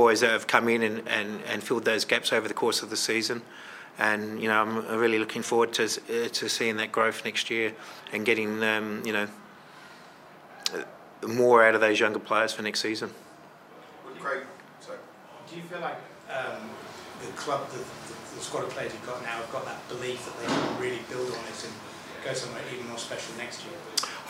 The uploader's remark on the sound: post-match press conference